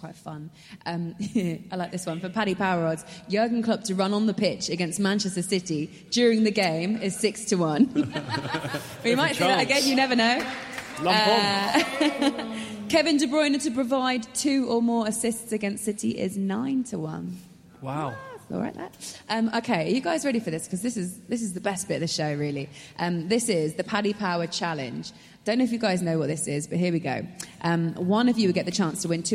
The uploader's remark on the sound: The live show in Liverpool. Live on Merseyside in front of an audience.